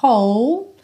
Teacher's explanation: esse W do começo não é pronunciado, você pega direto do som do H, do arzinho